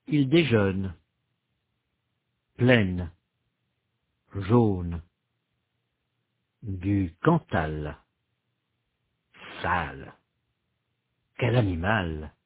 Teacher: Vous remarquez que les consonnes finales françaises sont suivies d'une détente, c'est-à-dire que les organes articulatoires ne restent pas fermés dans la position consonne, mais se relâchent pour laisser passer un léger son vocalique.